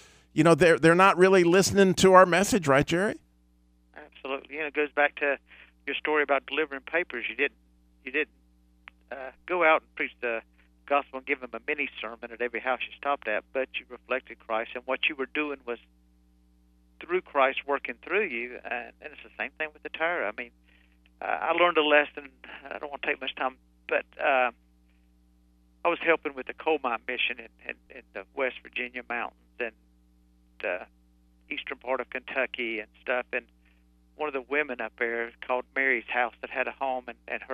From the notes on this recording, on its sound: via telephone